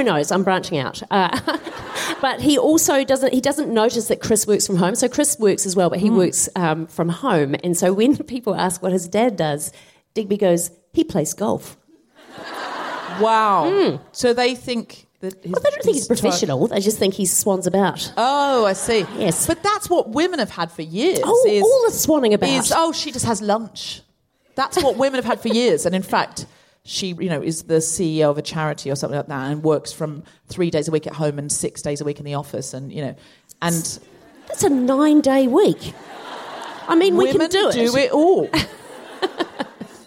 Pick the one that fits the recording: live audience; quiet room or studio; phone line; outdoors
live audience